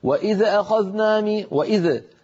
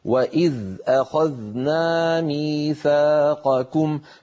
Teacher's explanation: فعلينا أن ننطق هاتان الذالان من غير اهتزاز · Shown in: second take · Term: دون قلقلة